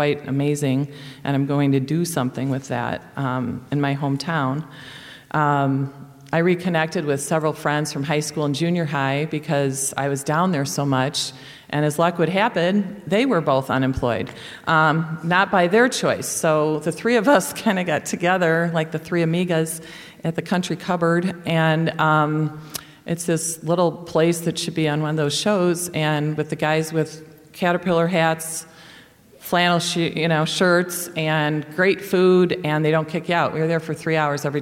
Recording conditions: live audience